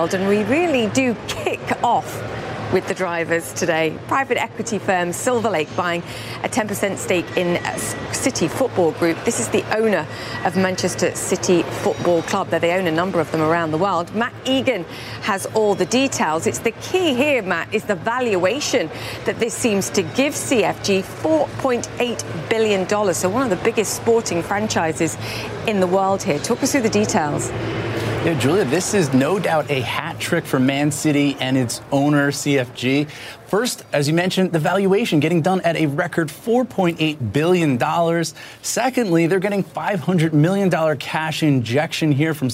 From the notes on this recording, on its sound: live from the New York Stock Exchange